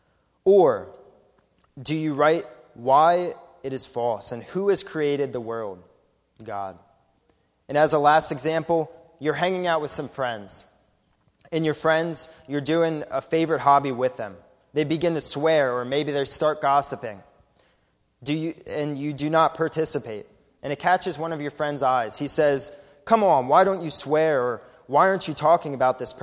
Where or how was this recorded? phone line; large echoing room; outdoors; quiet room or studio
large echoing room